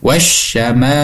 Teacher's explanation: bunyi alif lamnya itu harus dimasukkan kepada huruf selanjutnya · Term: idgham syamsiah